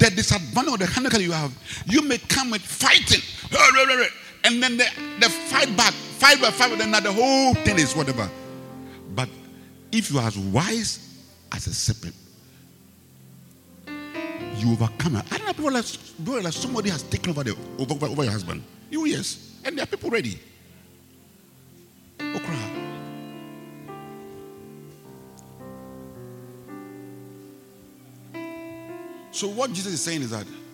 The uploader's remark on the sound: Preached at the Rose of Sharon Cathedral, Catch the Anointing Centre Denomination, LA - Accra